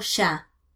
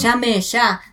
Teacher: Para nosotros es el sonido Y, que es de la letra Y. Las palabras que se escriben en castellano con letra Y, el sonido es sh, como por ejemplo ya. · Term: sheísmo